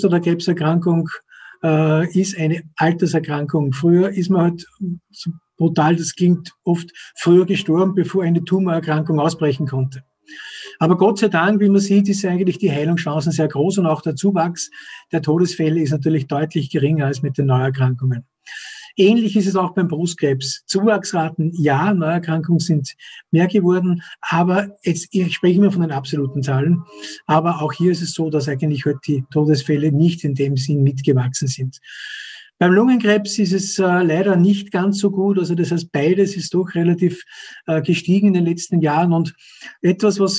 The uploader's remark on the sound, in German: fand im Rahmen einer Web&Call- Vortragsreihe der Krebshilfe OÖ statt